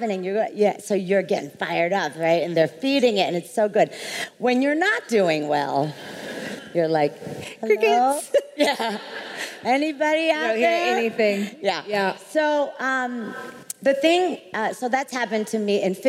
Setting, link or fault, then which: setting, live audience